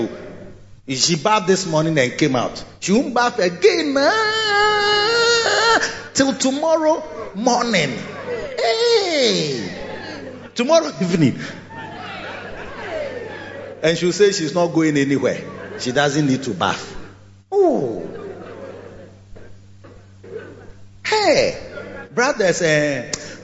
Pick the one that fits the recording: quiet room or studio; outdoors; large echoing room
large echoing room